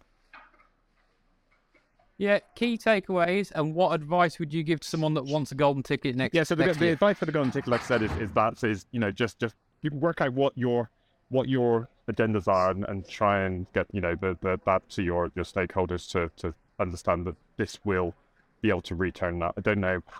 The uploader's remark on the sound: Live in Vegas...ish! We'll be going live at ServiceNow Knoweldge 23 event in Vegas.